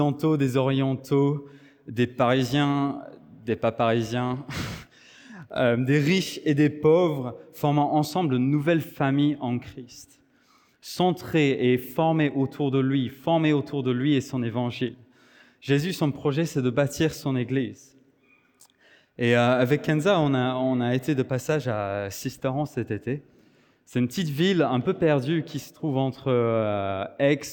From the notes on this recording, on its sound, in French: Enregistré à l'église CVV, le 10/09/2023